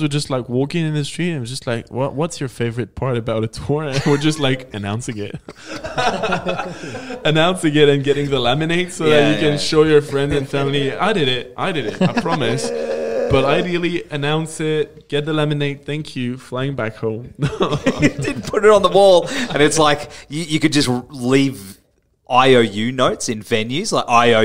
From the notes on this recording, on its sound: Cvlt Fest Interview. Dropped in for a chat with the Everblack Podcast after their set at Cvlt Fest in Brisbane.